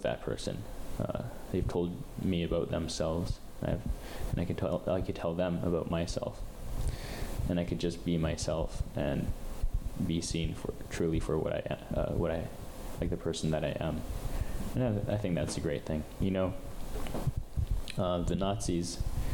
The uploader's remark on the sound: The audio for this episode is heavily edited as it did not capture properly so it sounds pretttty bad.